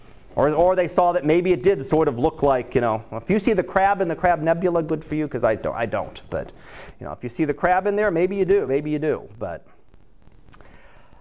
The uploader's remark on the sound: Live Class Lecture.